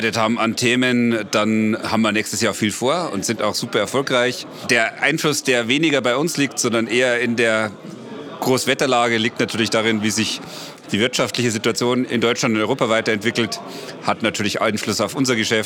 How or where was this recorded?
busy venue